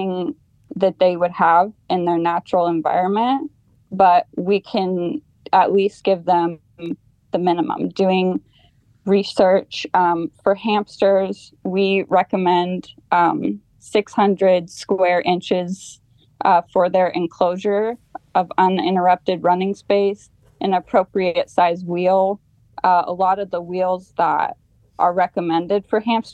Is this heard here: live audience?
no